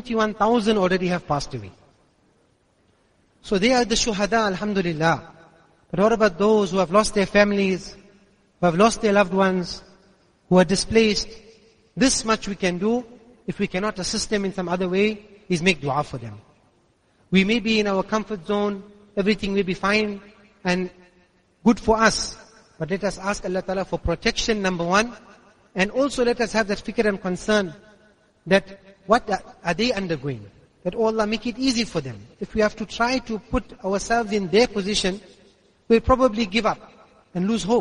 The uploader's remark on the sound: Jumuah lecture at Masjidus Siddique